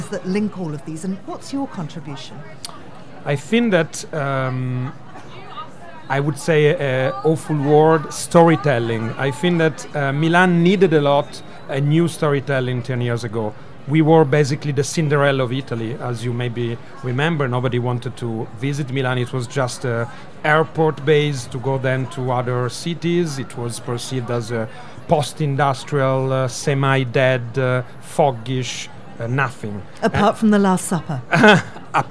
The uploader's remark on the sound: A special weekend edition broadcast live from Salone del Mobile in Milan.